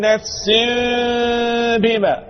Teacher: إذن خطوات الإقلاب كالآتي: أولا تقلب النون إلى ميم، ثم تخفى الميم مع الباء، ونتوصل إلى إخفاء الميم مع الباء بالغنة التي مخرجها والعلة الأنفية والحركة الأنفية ومخرجها الخيشوم.